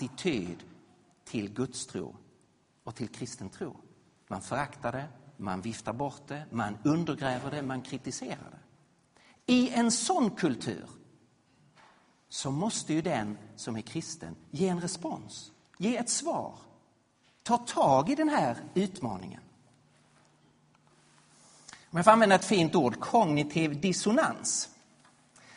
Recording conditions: large echoing room